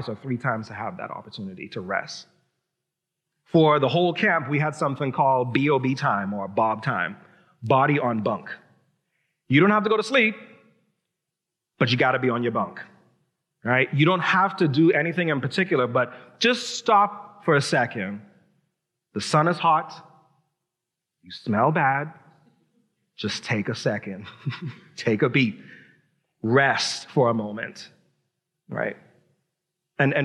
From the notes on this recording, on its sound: Recorded live at New Providence Community Church.